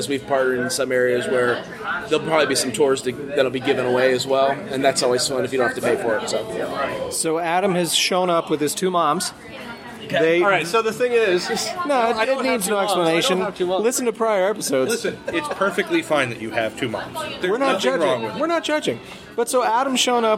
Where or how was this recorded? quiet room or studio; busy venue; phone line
busy venue